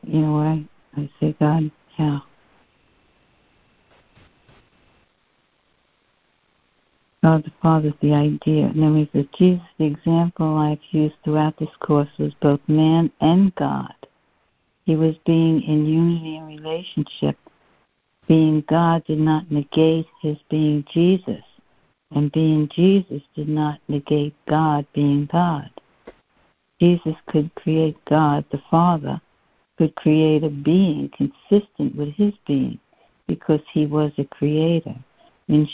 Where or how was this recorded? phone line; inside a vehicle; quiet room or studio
phone line